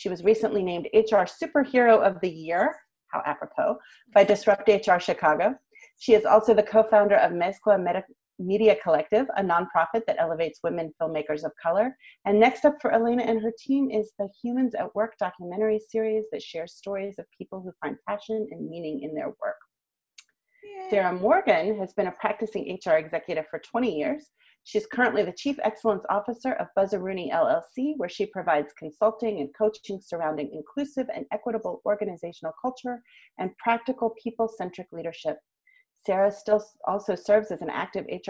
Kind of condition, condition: link, video call